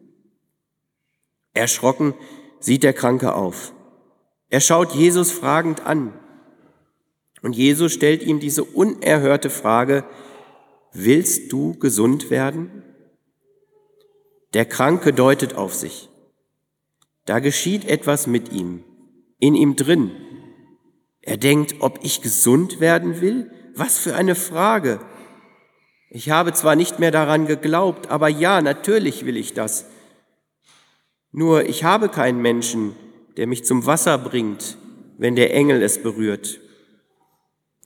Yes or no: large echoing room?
yes